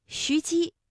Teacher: 徐姬，一个西，一个姬，这都是舌面音连读。